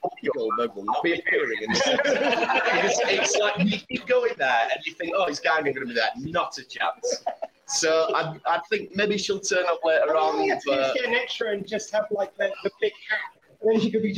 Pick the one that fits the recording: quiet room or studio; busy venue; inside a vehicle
busy venue